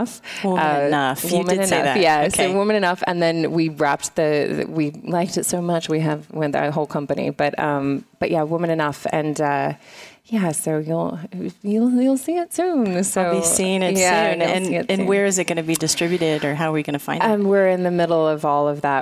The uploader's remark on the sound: Live From Digital HollyWood. VoiceAmerica Live on Day 2 of our broadcasts from the Spring Digital Hollywood event with special guests and hosts on site in LA.